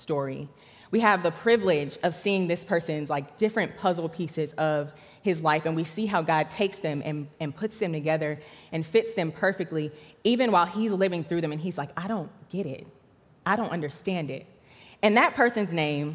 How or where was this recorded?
large echoing room